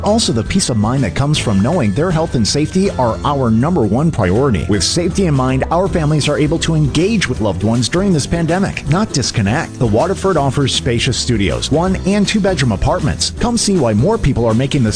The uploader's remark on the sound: broadcasting LIVE on location from The Mid-South Forestry Equipment Show in Starkville